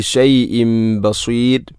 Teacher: ഷൈഇൻ എന്ന തൻവീനു ശേഷം ബ വന്നാൽ ഇഖ്ലാബ് എന്നതാണ്. തൻവീനിനെ മീമാക്കി മാറ്റുന്നു. ഷൈഇൻ ബസീർ. ബസീർ എന്നത് മദ് ഇഅ്റാദുൽ സുക്കൂൻ, അതുപോലെ റായിനെ തർഖീഖാണ് ചെയ്യേണ്ടത്.